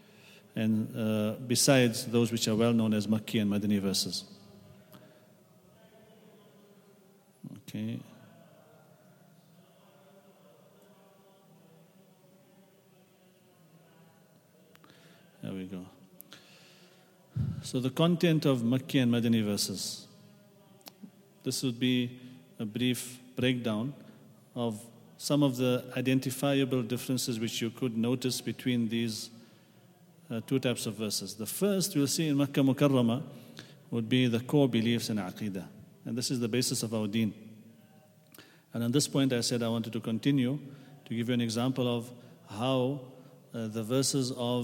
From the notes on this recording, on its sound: at the Houghton Masjid (West Street)